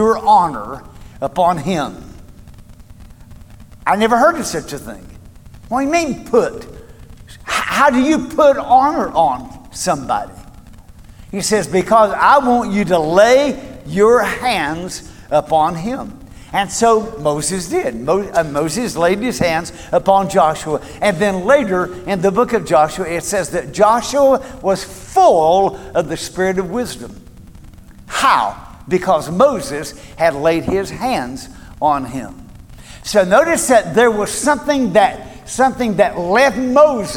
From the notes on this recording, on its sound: Recorded at Cornerstone Church